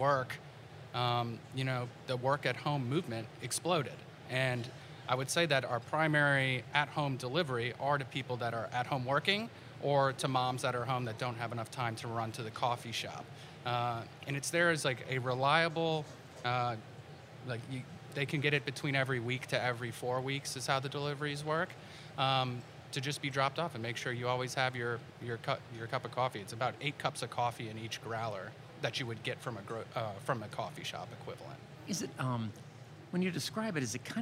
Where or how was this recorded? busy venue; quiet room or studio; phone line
busy venue